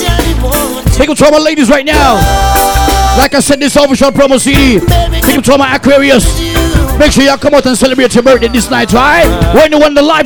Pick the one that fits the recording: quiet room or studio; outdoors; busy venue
busy venue